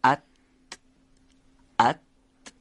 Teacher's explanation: حرف ته دو نقطه از برخورد روی سر زبان به سقف دهان تلفظ میشه، انسدادی عمل میکنه و نازک هم هست.